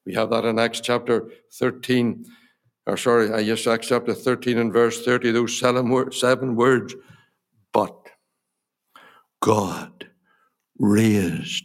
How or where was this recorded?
large echoing room